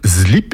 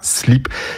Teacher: Au lieu de prononcer le S de slip, on le prononce comme un Z qui lui est voisé · Shown in: first take · ce qui donne slip et pas slip. · Term: voisement